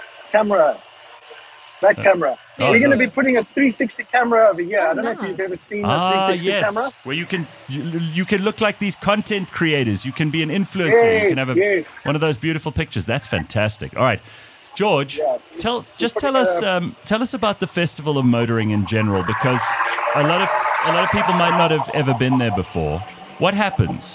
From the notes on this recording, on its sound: live from the Festival of Motoring at Kyalami race track